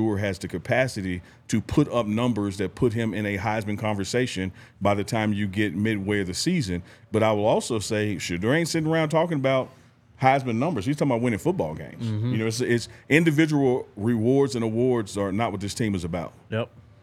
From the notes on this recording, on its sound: live from the DNVR Bar